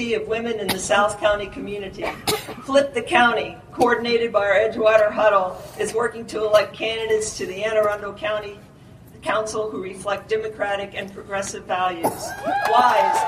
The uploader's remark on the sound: It was recorded in the field so audio is not great (but definitely audible)